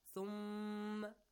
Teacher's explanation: Ghunna sound, nasal sound. Yes. The same as noon with tashdeed.